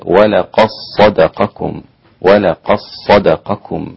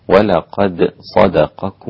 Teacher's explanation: أدغم الدال في الصاد الإمام أبو عمرو، كذلك الإمام هشام وحمزة والكسائي وخلف · Shown in: first take